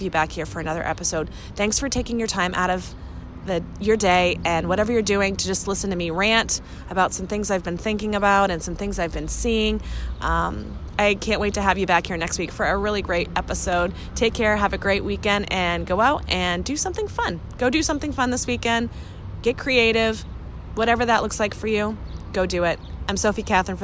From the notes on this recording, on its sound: I’ve been traveling all week and away from my podcast studio so this weeks’ solo episode is random thoughts I recorded from a park in Boston.